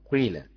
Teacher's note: خلط حركة بحركة ضم بكسرة قيل. باقي القراء قيل بكسر خالص للقاف.